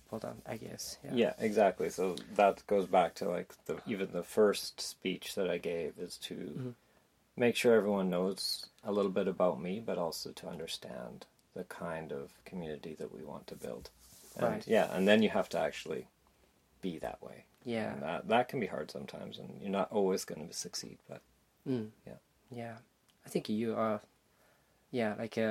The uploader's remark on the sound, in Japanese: 音声が前回のエピソードより大きめです。